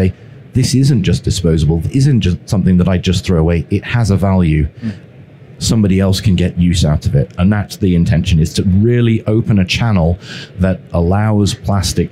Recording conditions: busy venue